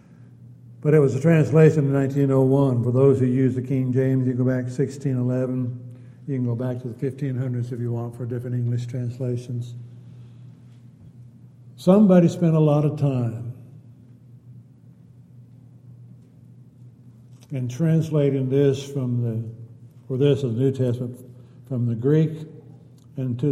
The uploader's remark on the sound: Downtown Church Of Christ Audio Sermon